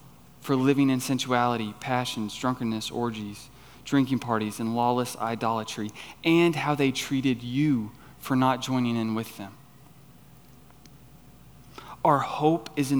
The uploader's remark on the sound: on the evening of September 3, 2023, at Chaffee Crossing Baptist Church in Barling, AR.